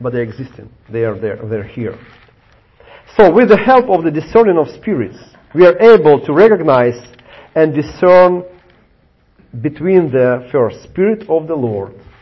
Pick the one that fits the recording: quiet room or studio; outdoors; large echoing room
large echoing room